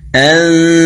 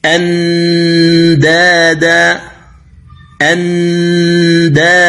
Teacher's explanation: أيضا عند الدال، عند الدال في قوله تعالى فلا تجعلوا لله أندادا، فلا تجعلوا لله أندادا، إذن فهنا أخفي هذه النون، يعني من مخرج الهمزة أنتقل إلى مخرج الدال، لكن لا أضغط عليه، وإنما أكون متهيئا للنطق به وأخرج الغنة من الخيشوم · Shown in: first take · Term: صوت الإخفاء